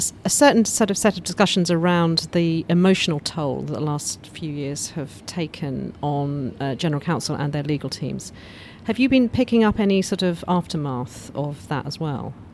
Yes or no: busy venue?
yes